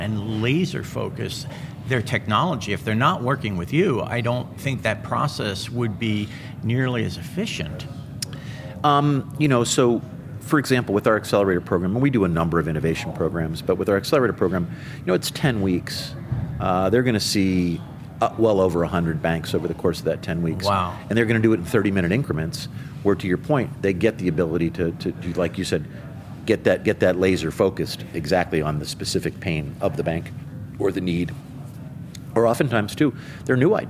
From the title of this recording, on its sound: LIVE FROM MONEY 20/20